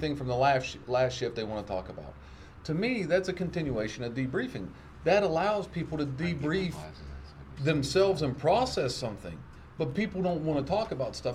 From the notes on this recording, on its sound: come to you live from the VFW in Westover